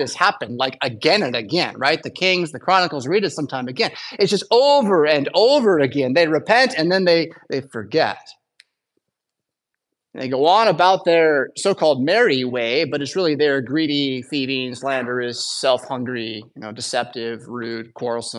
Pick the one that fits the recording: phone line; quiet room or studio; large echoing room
large echoing room